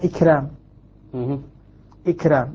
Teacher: الحرف الذي بين الكسرة والراء حرف مستفل، الراء مرققة معه